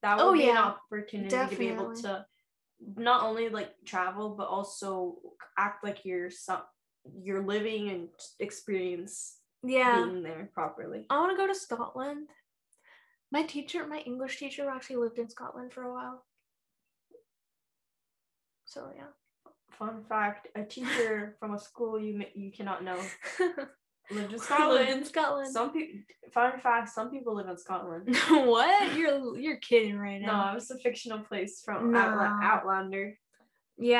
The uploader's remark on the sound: We had a bad tech day today, forgive the mic sounding less polished than usual.